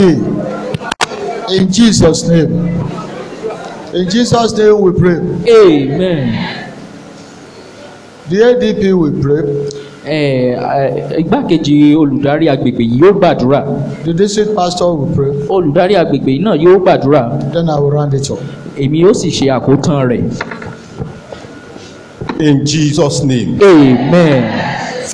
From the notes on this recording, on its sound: This is the full audio recording of our Official Church Dedication and Appreciation Service.